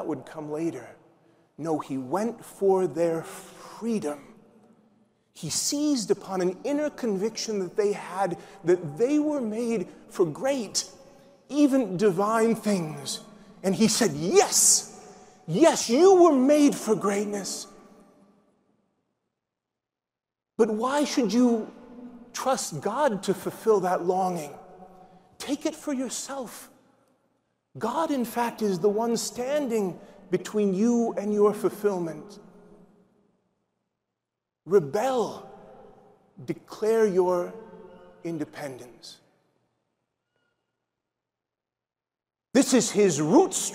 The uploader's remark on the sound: SEEK24 Keynote